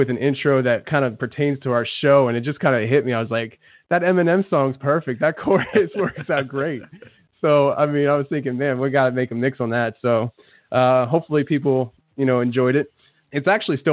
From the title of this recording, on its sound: Call In Show